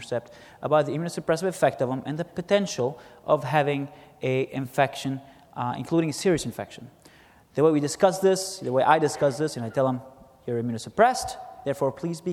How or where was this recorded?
busy venue